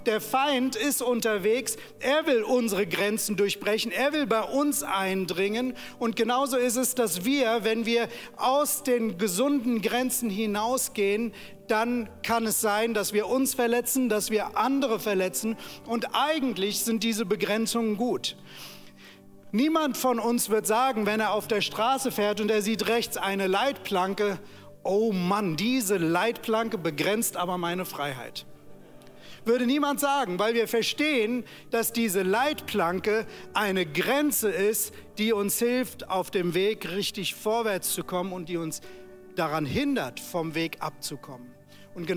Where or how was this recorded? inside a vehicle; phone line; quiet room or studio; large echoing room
large echoing room